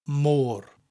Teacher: has an accent over it, a little upside-down V shape, which gives us that elongated O sound, môr. It almost sounds like the English word more, M-O-R-E, but has that rolling R sound at the end of it, môr, môr.